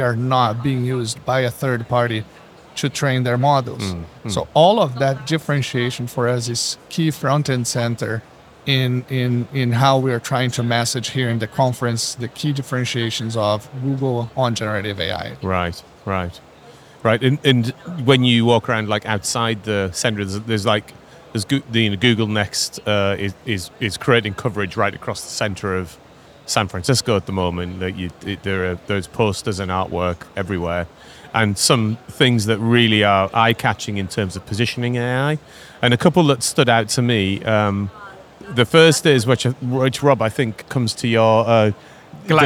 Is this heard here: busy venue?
yes